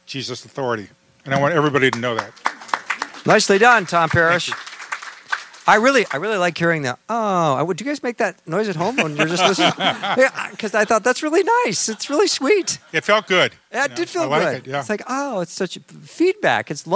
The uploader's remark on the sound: In front of a live audience in Madison, Wisconsin.